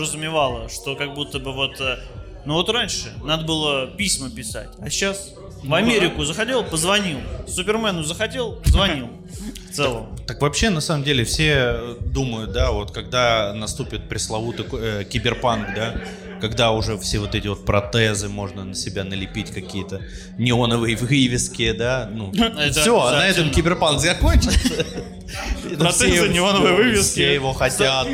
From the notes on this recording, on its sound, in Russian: ЖИВОЙ выпуск подкаста! Мы впервые записывали подкаст с живой аудиторией в баре.